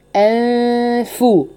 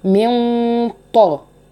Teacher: اقصى اللسان بتاعي بيرتفع، فبقول منطا انفو، يبقى انا رققت عند الفاء وفخمت عند الطاء